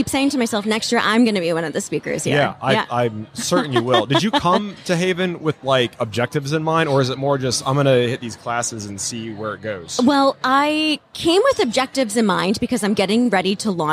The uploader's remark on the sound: LIVE from HAVEN 2022. The Wall Control booth at HAVEN 2022.